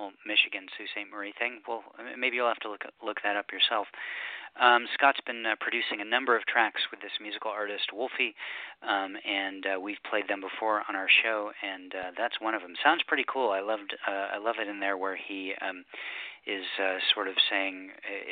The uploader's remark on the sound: Thanks to the poets who called in this month. This archived edition of Poetry Super Highway Live.